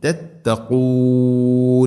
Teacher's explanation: ഖാഫിൻ്റെ ഉച്ചാരണം ശ്രദ്ധിക്കുക, തൊണ്ടയുടെ മുഗൾ ഭാഗത്തിൻ്റെ മേലെ ചെറുനാക്കിൻ്റെ ആ ഒരു ഭാഗത്ത് നിന്നാണ് ഖാഫ് വരുന്നത്.